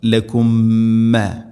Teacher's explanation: ഖലഖ ലകും മാ ഫി സാക്കിനായ മീമിന് ശേഷം വീണ്ടും മീം ഇദ്ഗാം മുതമാസിലൈൻ, മീമിനെ അടുത്ത മീമിലേക്ക് കൂട്ടി ലയിപ്പിച്ച് മണിച്ചുകൊണ്ട് ഉച്ചരിക്കണം.